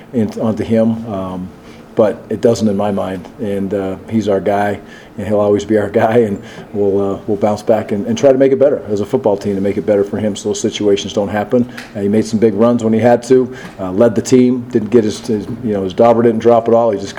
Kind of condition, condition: setting, busy venue